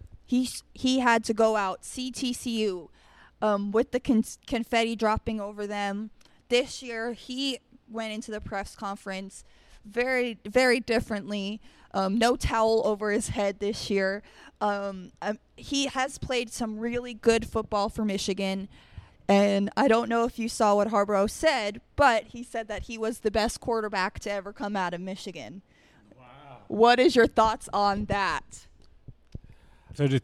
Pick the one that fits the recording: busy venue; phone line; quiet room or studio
busy venue